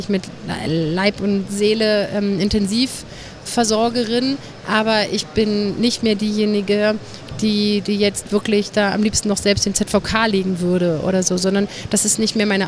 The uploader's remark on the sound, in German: SPEZIAL Live vom Deutschen Pflegetag (Tag 2).